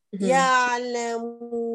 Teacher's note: أضيق الحلقة وحققي توسط العين، لا تقرأيها عائمة